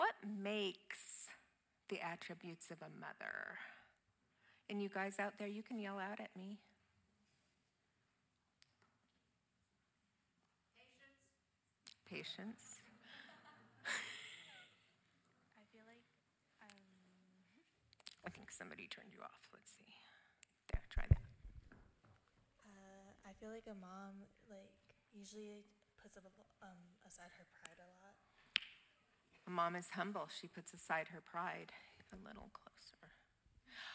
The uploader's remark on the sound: Audio of our worship service on Mother's Day, 5/24/23. Streamed live from our campus in Westlake Village, CA.